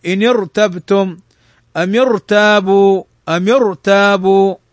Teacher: أعيد مرة أخرى، فإن كانت ساكنة ما قبلها مفتوحا أو مضموما فخمت، وإن كانت ما قبلها مكسورا رققت، إلا إذا كانت الكسرة عارضة فإنها تفخم، مثل إن ارتبتم، إن ارتبتم، إن ارتبتم. فهنا قبل الراء الساكنة كسر، ولكن هذا الكسر ليس أصليا، عارضا، فتفخم